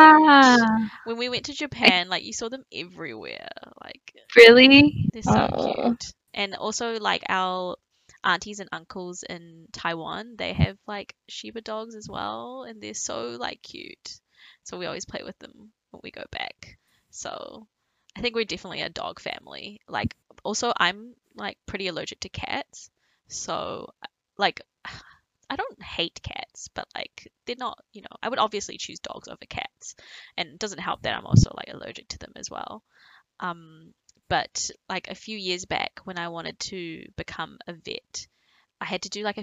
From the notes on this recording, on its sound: Sorry about the audio.. The perfectionist in me is not pleased but it is what it is...